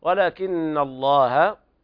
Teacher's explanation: اللام تغلظ والنون حرف أغن مشدد